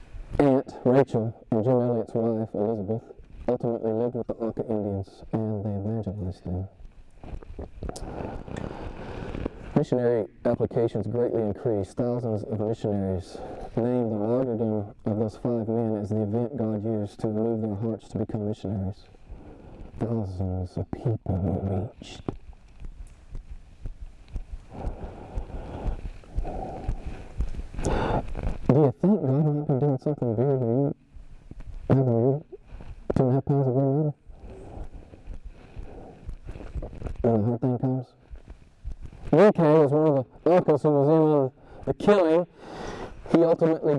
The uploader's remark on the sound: (suboptimal audio)